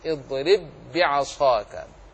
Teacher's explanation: ها هنا باءان، اضرب فيها باء والباء الثانية بعصاك، ذهبت الباء الأولى وبقيت الثانية مشددة · Term: الإضغام